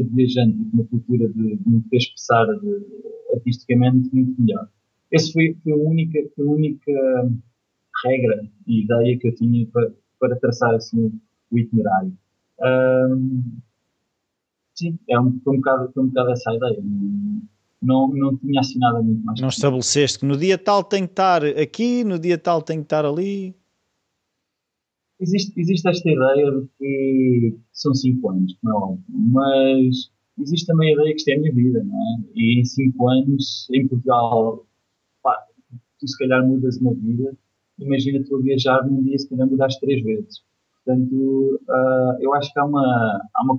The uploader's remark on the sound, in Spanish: Entrevista Skype. Combinámos logo na altura uma entrevista Skype uma vez que ele está em Hong Kong.